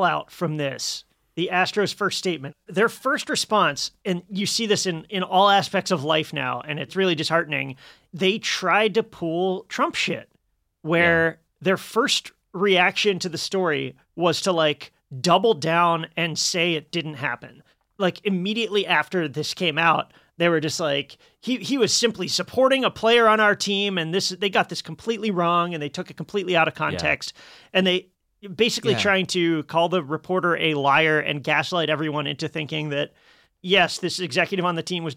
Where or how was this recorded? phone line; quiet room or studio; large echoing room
quiet room or studio